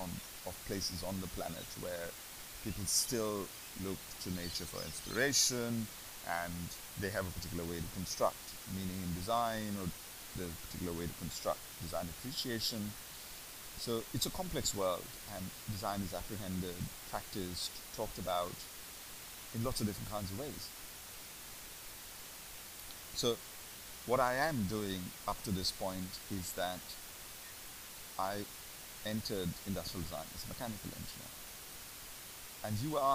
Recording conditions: poor sound quality